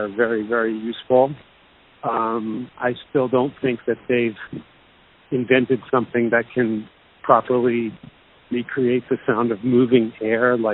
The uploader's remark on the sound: Called in ahead of his Australian Tour.